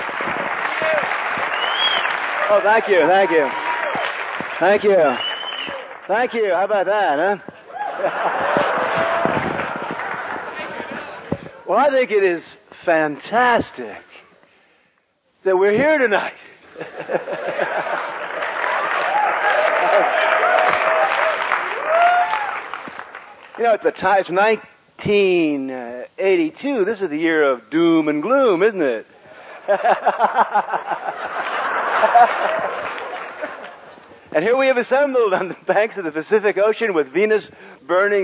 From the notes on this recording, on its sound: This lecture was given in 1982